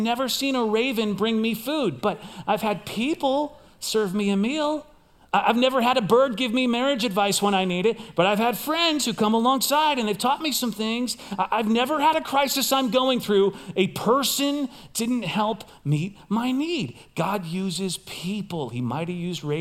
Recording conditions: large echoing room